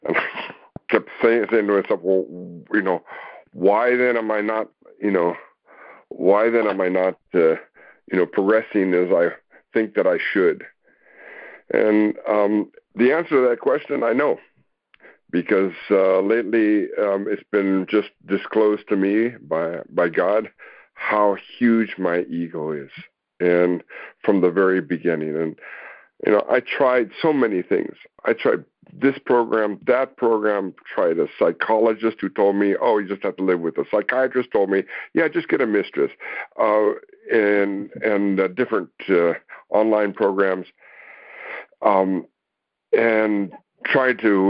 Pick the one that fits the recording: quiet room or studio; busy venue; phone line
phone line